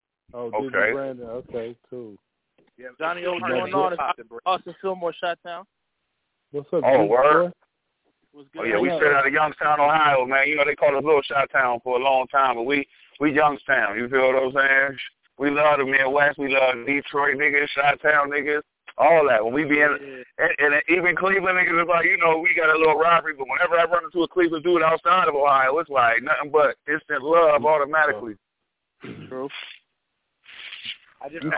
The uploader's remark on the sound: The Nerve Djs Bi-Weekly Industry Conference Call